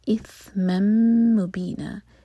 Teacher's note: اثم مبینا، یہاں دیکھیں سا ہے، یہ سین نہیں ہے تو سیٹی والی آواز نہیں آئے گی. آپ کی زبان اوپر والے دانتوں کو ٹچ کرنی چاہیے اور تھوڑی سی باہر ہو. اثم مبینا، میم کی تنوین کے بعد میم آ رہا ہے تو یہاں پر ہم تنوین کو میم سے مرج کریں گے، میم کو ہولڈ کریں گے، اور اینڈ میں نا دو حرکہ لمبا ہوگا.